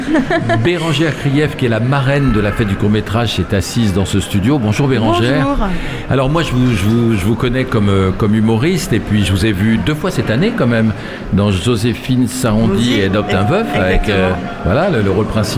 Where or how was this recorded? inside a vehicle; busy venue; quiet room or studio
busy venue